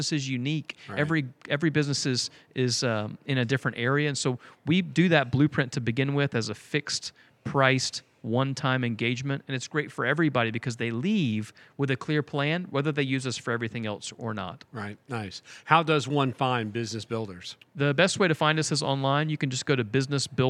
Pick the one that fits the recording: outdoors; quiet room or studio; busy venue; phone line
busy venue